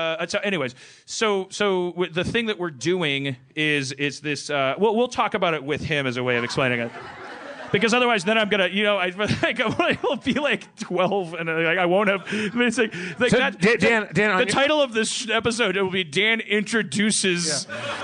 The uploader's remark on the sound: LIVE From UCB East in New York